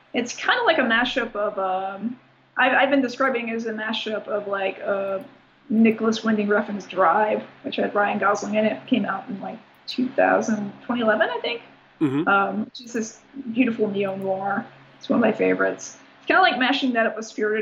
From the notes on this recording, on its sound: fires up Skype and calls sunny New York